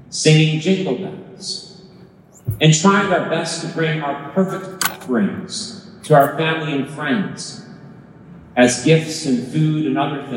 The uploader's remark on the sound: Christmas homily captured live from St. Matthew's Parish in San Mateo, California.